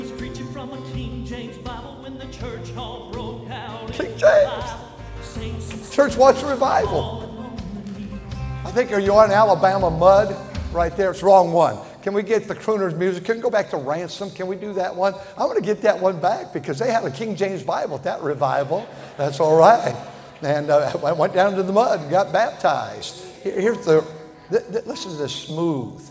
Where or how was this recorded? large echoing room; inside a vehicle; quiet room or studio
large echoing room